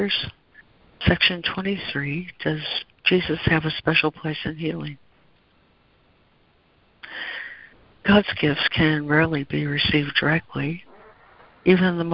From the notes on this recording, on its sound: ACIM Daily Conference Call